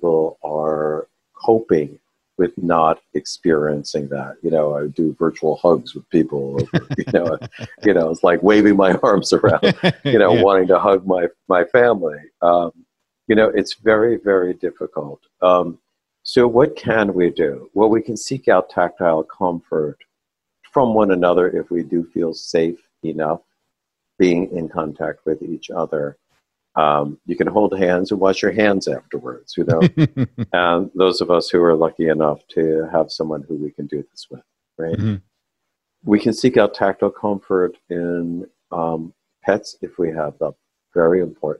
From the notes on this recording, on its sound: This audio was taken from a live webinar